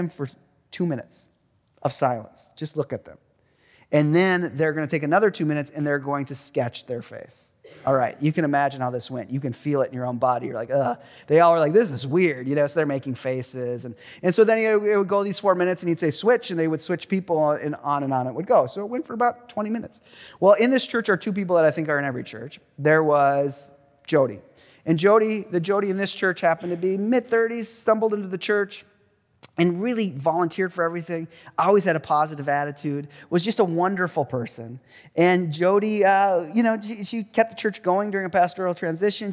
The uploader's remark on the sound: Truett Chapel-- 2023 Willson-Addis Lecture